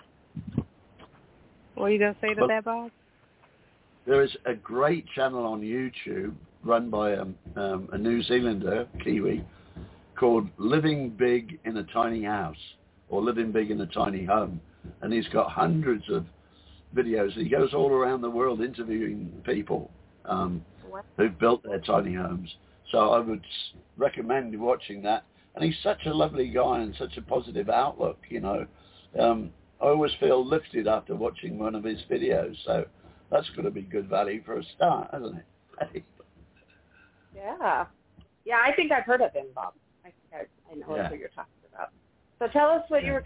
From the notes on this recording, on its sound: Those who call in will form a panel